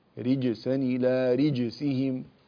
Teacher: رجسا، رجسا إلى رجسهم، لا تقول رجسا إلى رجسهم، كأنك جعلتها سينا يعني رجسا، جميل، فانتبه إلى أن تخلص الجيم. رج أعطها زمنها وشدتها وقلقلتها